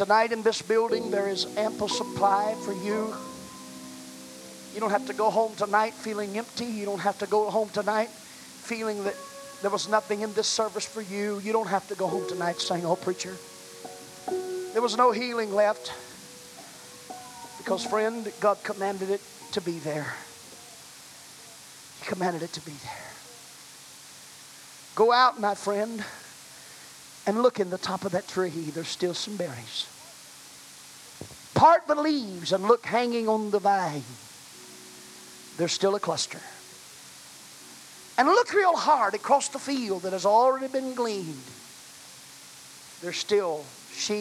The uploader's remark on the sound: was preached at First Apostolic Church in North Vernon, Indiana, November of 1989.